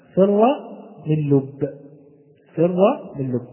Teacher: الفاء تخرج كما قلنا من الثنايا العليا مع بطن الشفة، والراء من طرف اللسان من ظهره، والميم من الشفتين، والنون من طرف اللسان مع تداخل الخشوم، واللام من طرف اللسان، والباء من الشفتين · Term: حروف الإذلاق